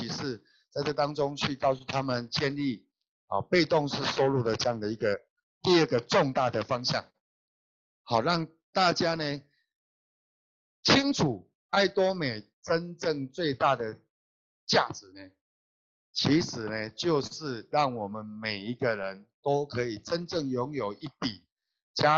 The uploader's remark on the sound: Check out our ninth Global Zoom Meeting Highlight.